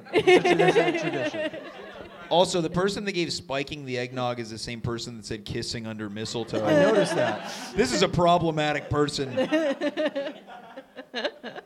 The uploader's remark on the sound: The best part - it's made up on the spot in front of an audience. This live podcast recording features an improvised Christmas ghost story. At Theatre VME in Montreal.